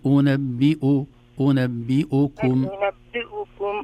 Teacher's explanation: ضم الهمزة في ضم الشفتين في الهمزة الثانية